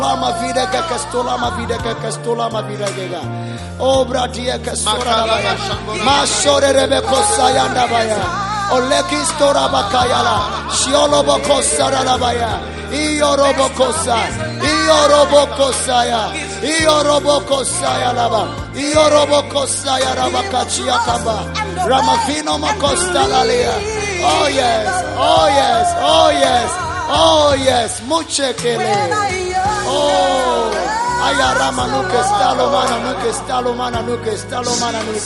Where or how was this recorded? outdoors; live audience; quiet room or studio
live audience